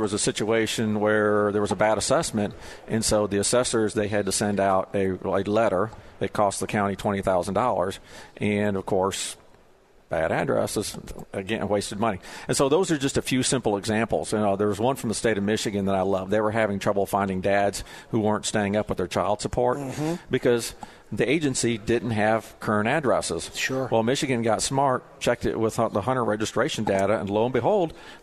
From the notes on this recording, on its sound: Live at the State Capitol for Filing Day.